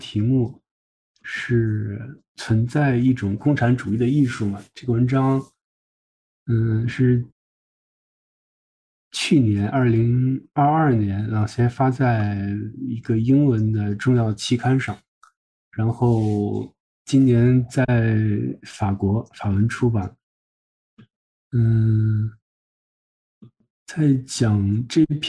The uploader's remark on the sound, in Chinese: 本期节目为一次线上讨论的录音